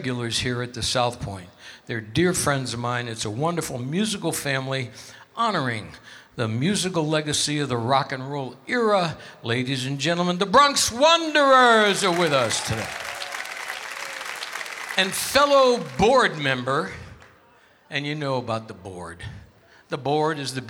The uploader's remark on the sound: Live at the South Point Casino